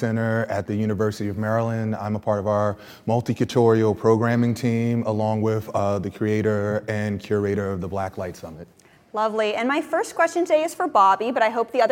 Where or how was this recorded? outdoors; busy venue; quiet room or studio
busy venue